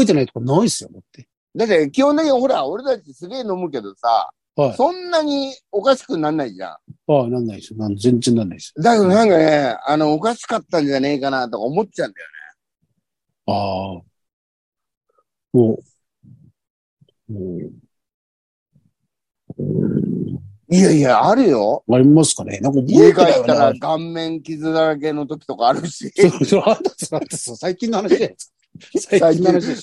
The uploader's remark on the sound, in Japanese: ZOOMで収録